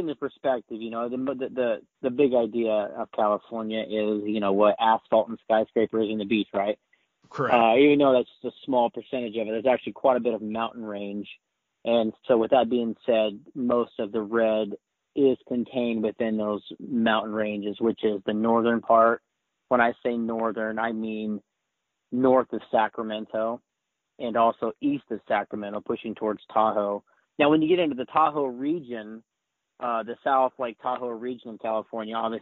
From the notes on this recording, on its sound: Residents of PA, CA and AZ call in to give their thoughts on the madness and mayhem!